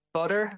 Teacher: what's called a flap, which is like the pronunciation of butter as butter, so that sort of American